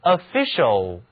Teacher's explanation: mind is to think.头脑的功能是思考。那些坐在办公室的人我们称之为 officer，加上了名词后缀 er， er 表示人。 officer 就是官员、干事，或者表示军队里的军官。如果把 office 后面的字母 e 换成形容词后缀 ial，得到的是 official。official，注意这里字母 o 读音变成了短元音 a， r c i a l 字母组合读音是 show，而且这个词的重音转移到了 official 上面，请跟我读 official，这是表示职务上的、官方的、正式的。与小报登载的八卦新闻相对立的是官方消息，也就是 officialnews， officialnews。下面再看单词 sufficient， suf 这个前缀表示下面， fic 是词根做，还有一个形容词后缀 ient